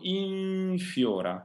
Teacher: An N followed by an F will be pronounced in the same position where the F is made. That means the upper teeth against the lower lips.